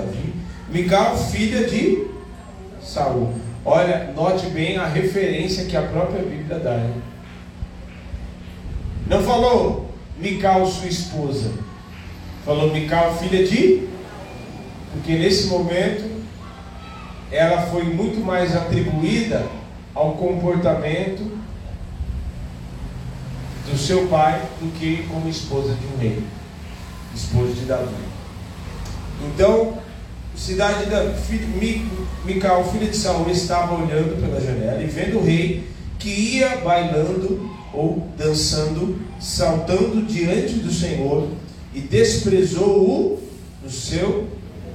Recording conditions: large echoing room